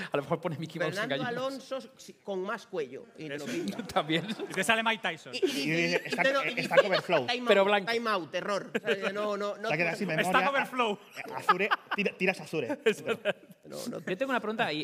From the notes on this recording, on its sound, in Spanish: Capítulo especial grabado en directo con público. En la TRG23.